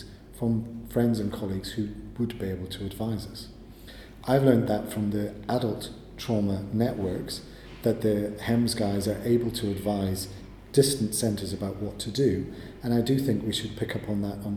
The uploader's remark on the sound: At the London Trauma Conference.